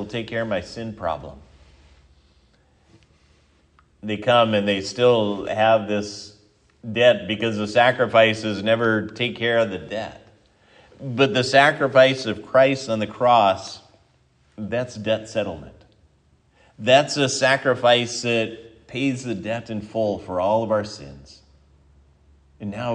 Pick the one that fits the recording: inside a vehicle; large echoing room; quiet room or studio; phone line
large echoing room